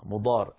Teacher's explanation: هذه الألف بعدها حرفان، ساكن أصالة وهو الراء الأولى، وساكن عروضا بسبب الوقف وهو الراء الثانية